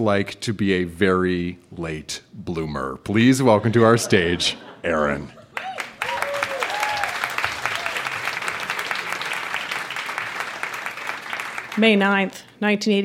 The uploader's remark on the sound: Recorded live at The Company House in Halifax, NS.